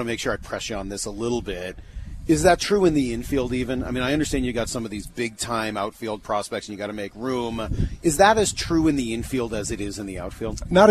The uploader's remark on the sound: live from spring training